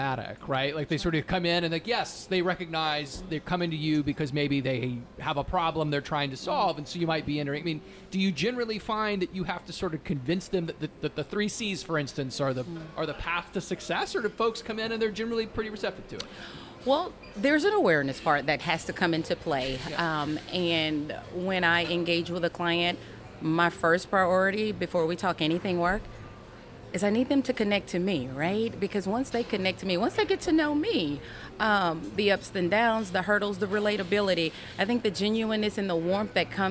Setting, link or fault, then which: setting, busy venue